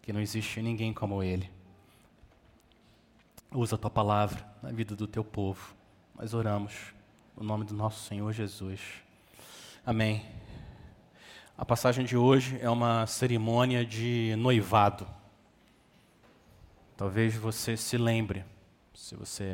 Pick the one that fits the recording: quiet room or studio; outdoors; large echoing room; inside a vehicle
large echoing room